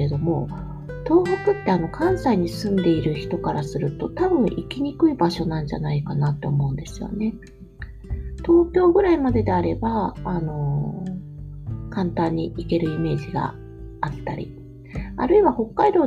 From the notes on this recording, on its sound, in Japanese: 梅雨ですね。窓を開けて雨音を聞きながら録音しました。